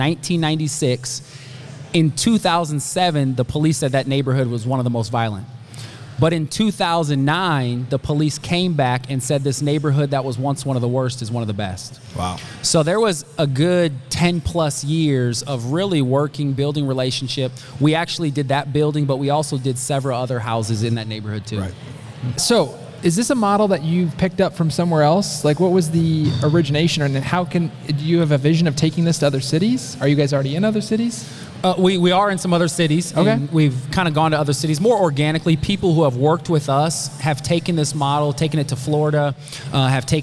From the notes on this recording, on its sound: Live from Maha Discovery Podcast. This episode was recorded live at Maha Discovery Conference, a one-day conference.